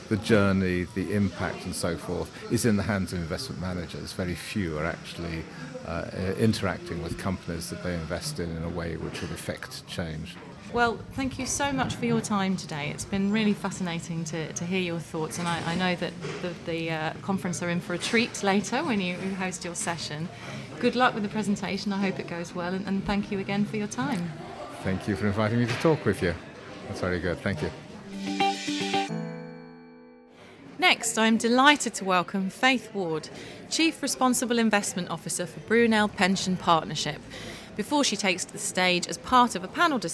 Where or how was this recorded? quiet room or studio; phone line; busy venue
busy venue